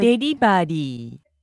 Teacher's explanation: because we don't have the V sound in Japanese, we just turn it into B · Term: katakana pronunciation